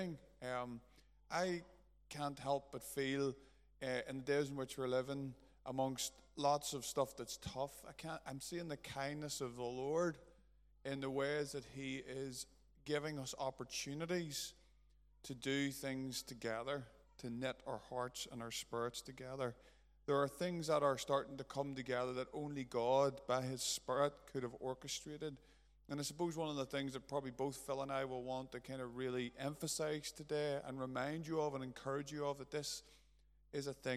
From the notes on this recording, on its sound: A recording from the Covenant service between the Journey Church Lisburn and Lisburn Christian Fellowship